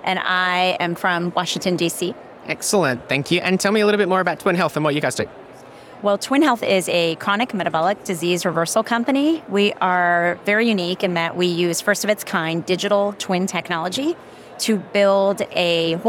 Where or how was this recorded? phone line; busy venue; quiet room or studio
busy venue